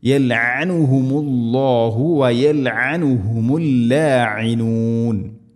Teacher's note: ഐൻ പ്രത്യേക മഖ്റജ് ശ്രദ്ധിക്കുക. തൊണ്ടയുടെ മധ്യഭാഗമാണ്. ഐൻ ഹംസയോ അല്ലെങ്കിൽ ഗൈനൊന്നും ആയി പോവരുത്.